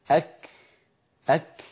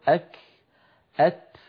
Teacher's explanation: وكنا نتكلم قبل الفاصل أن العرب كانوا يحبسون صوت الكاف والتاء في أول نطقهما وهو صفة الشدة، ثم يفرجون عن الحرف يعني يباعدون طرفي المخرج فيتدفق نفس وليس صوت · فلذلك الكاف والتاء فيهما صفة الشدة في أولهما وهي انحباس الصوت، وفيهما صفة الهمس في آخرهما وهي جريان النفس